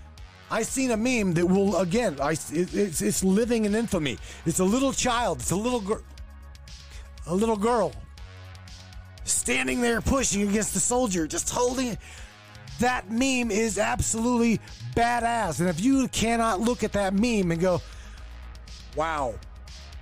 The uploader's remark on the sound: Taking your phone calls all night long